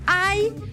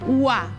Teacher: hi ha un diftong decreixent, ai, i un diftong creixent, ua